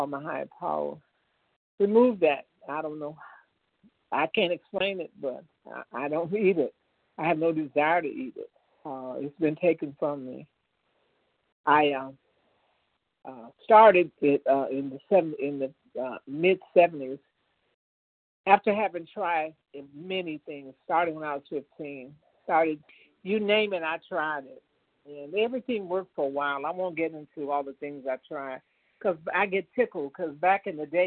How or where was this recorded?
phone line